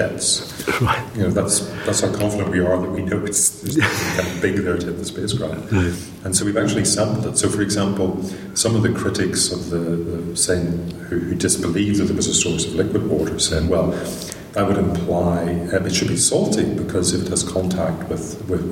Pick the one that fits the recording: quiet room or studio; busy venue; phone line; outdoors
busy venue